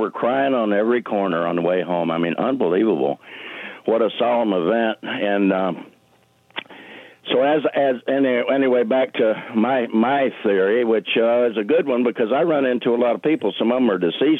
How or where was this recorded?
phone line